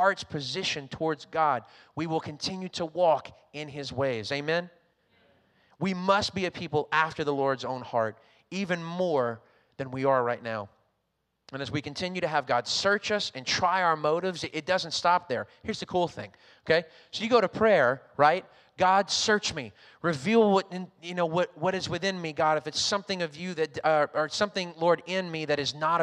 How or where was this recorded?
large echoing room